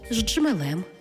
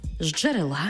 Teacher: Коли поєднується свистячий з шиплячим джи, утворюється ж-джи, ж-джи. Тобто кажемо не з джмелем, а з джмелем.